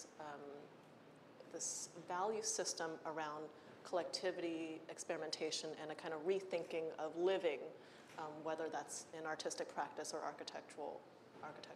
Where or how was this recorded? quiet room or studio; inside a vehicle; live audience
live audience